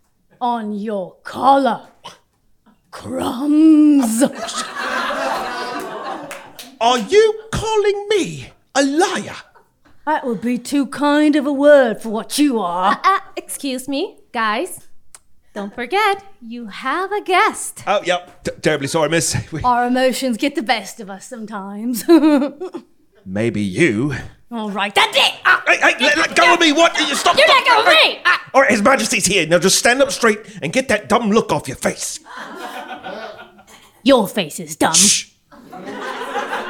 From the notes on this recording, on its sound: LIVE Event Recording. This episode was recorded on stage in front of a Live audience. At Le Chat Noir Theatre in Augusta, GA.